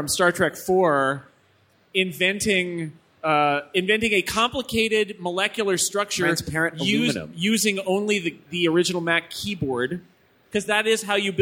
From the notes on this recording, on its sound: Live from the Macworld |iWorld Live Stage